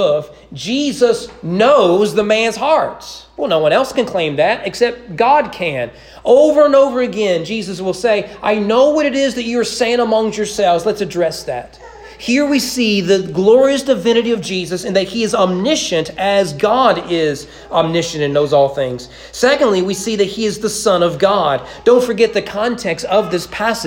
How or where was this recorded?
large echoing room